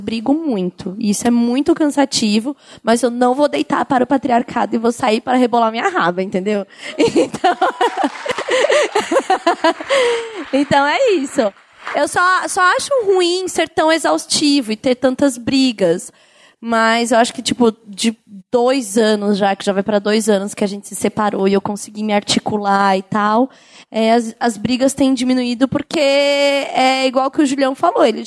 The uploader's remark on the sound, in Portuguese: Ao Vivo do CCBB SP. Num ao vivo que sintetiza a energia de todos esses podcasts.